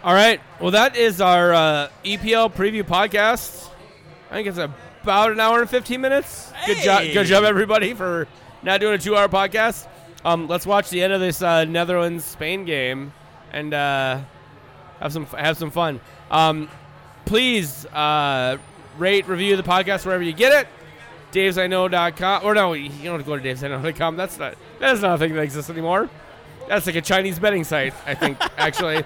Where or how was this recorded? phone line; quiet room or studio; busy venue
busy venue